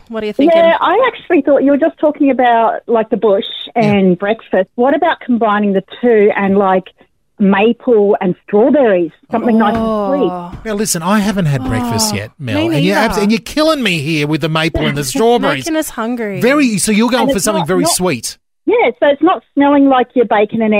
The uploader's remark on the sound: Phone call of the month